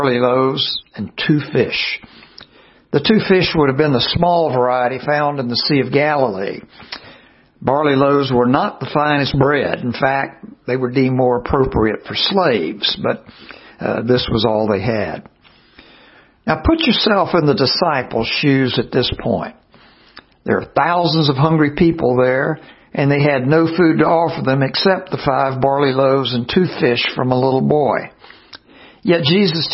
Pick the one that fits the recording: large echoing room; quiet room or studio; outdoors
large echoing room